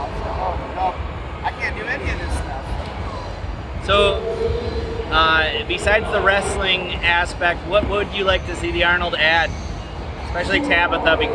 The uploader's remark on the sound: The Undercard and Top Rope Review Live from the Arnold Classic